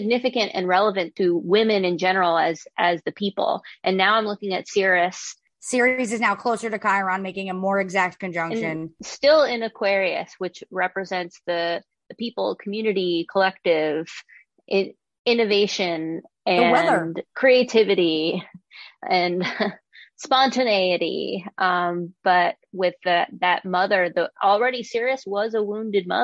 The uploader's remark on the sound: Welcome to Space Trash LIVE from our Zoom Moon Ritual.